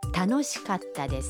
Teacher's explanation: در کلمه کاتا بین کا و تا یک مکس خیلی کوتاه داریم، یعنی در واقع صدای ت با تشدید تلفظ میشه